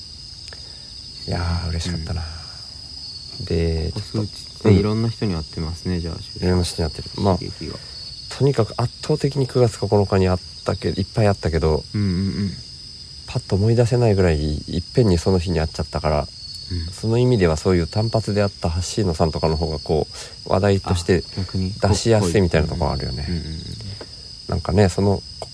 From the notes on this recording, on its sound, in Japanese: 福井県まで足を延ばし。お子さん2人も寝た後に、外でリアル収録をしました。